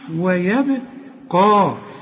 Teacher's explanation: الواو والياء والبه مرققين، وفي عموم القرآن مرققين هذه الحروف، انما القاف والمد دي مفخمين.